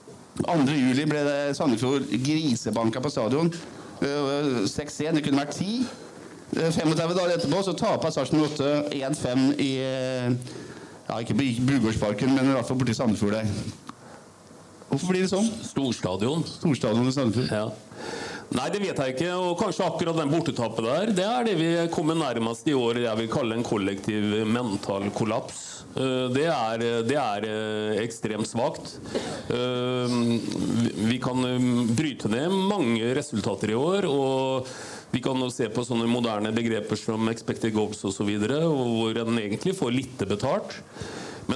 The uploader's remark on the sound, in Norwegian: Oppsummerte fotballåret 2023 med en live-fotballpodkast på Olsen Pub.